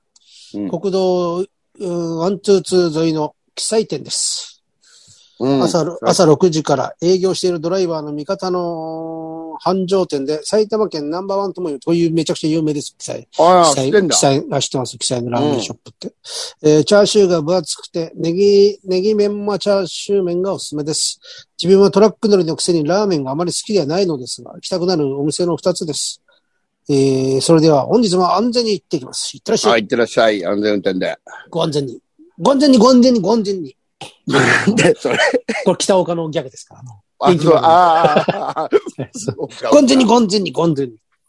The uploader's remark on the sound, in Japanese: ZOOMで収録